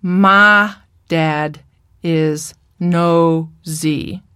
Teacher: Not my dad is noisy, but my dad is nosy. So the I of my changes to ma. And noisy changes to nosy.